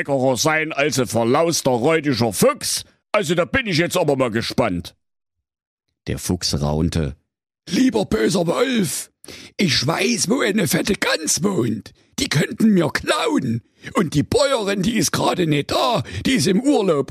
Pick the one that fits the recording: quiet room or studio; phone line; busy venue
quiet room or studio